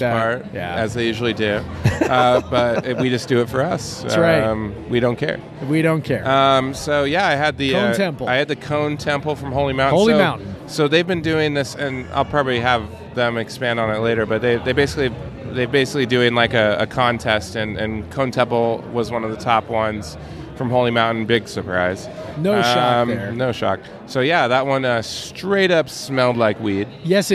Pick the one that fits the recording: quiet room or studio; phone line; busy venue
busy venue